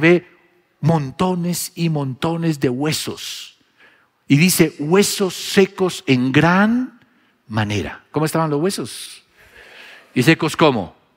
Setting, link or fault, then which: setting, large echoing room